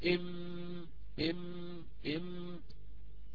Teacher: لما انت حاولي ان تنطقي ميما مثلا نقول ام ام ام، طبعا عند نطقنا للميم تخرج الغنة من الخيشوم